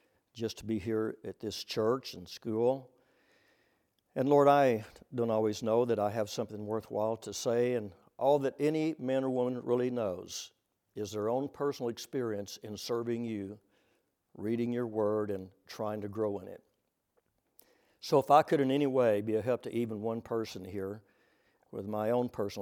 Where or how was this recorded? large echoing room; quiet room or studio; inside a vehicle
large echoing room